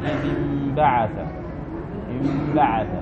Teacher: وهي نون وباء، النون ساكنة والباء متحركة، فتقلب النون ميما · Term: إقلاب